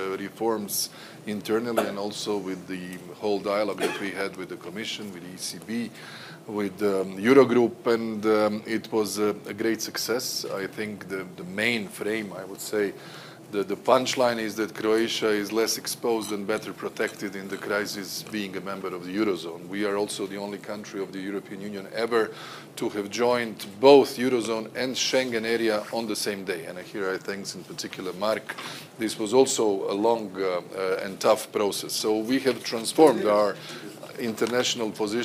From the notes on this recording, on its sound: Davos 2023. A panel of top experts digs into this topic at the 2023 Annual Meeting in Davos Switzerland. This conversation was recorded at the Annual Meeting in Davos Switzerland 19 January.